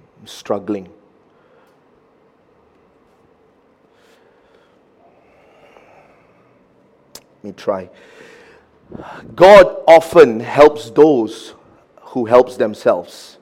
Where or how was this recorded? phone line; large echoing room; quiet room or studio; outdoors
large echoing room